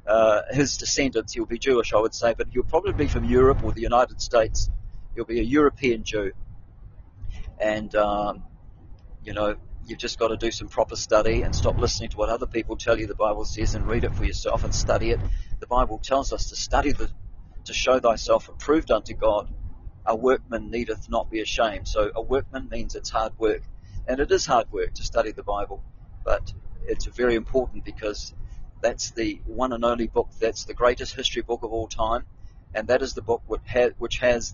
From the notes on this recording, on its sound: I'm on the move driving